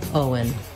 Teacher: And then the letters E-N say the schwa sound, and the N, un, Owen. So it just happens naturally as I move from O to un, Owen, that the W comes in, Owen. Once you can say Owen by itself, do try practicing it in some short phrases just so it comes smoothly and naturally to you when you're trying to use it in conversation.